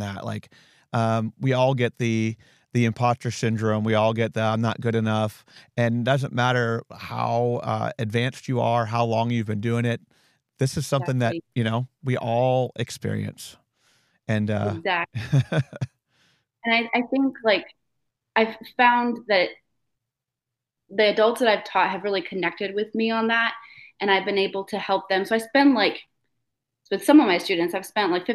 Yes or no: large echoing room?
no